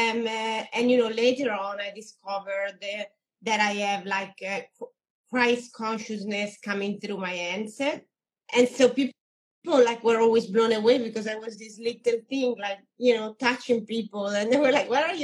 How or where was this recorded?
video call